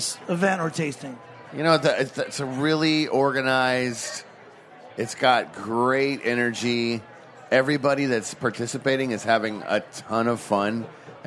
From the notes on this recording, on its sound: broadcast from the Charleston Wine + Food Festival